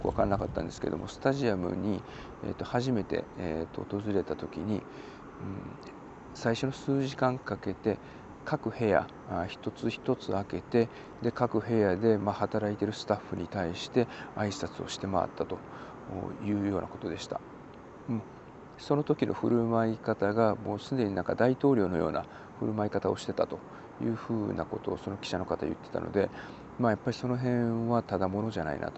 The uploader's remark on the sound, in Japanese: 今回も外での収録…曜日と時間帯が悪かったのか、夜の集会に向かうお兄さん(or お姉さん)ののノイズ入ってます（笑）